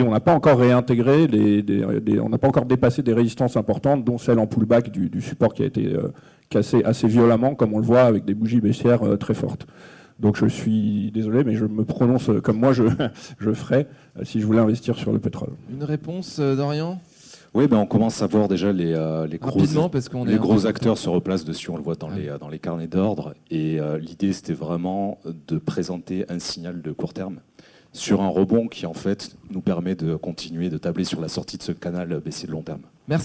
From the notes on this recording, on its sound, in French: Le talkshow du trading en live au salon de l'AT. En live au salon de l'Analyse Technique.